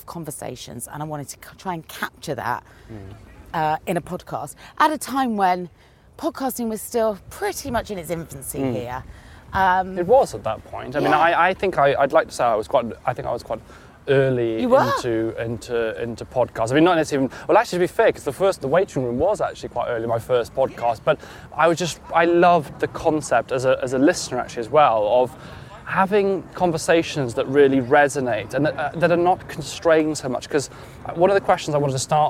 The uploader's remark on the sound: a walk around Clapham Common